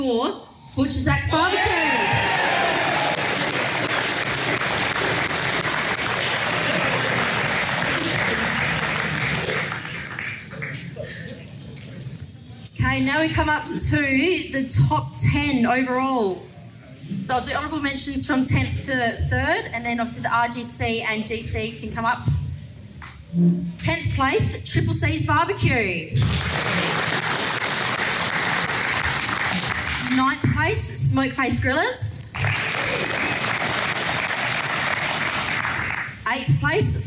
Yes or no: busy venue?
yes